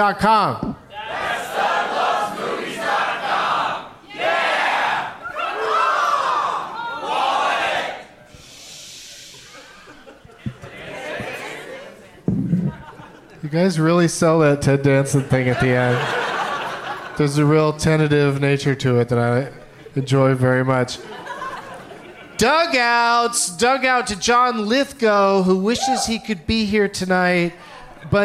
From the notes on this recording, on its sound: Live from Largo in LA